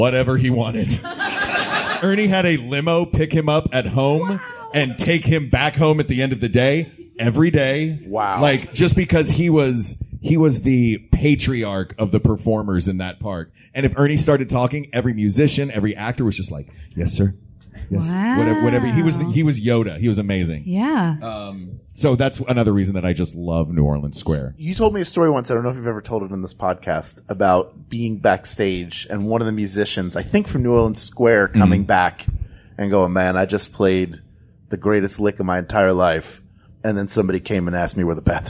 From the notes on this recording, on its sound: LIVE at Dragon Con